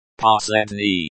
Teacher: The stress is on the second syllable, posled, pronounced последний.